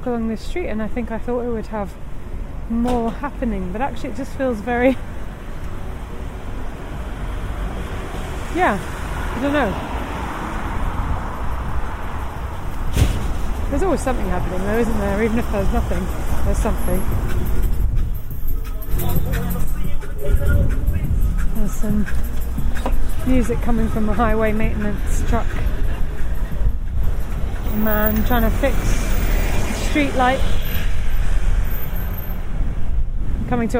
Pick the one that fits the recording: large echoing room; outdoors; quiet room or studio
outdoors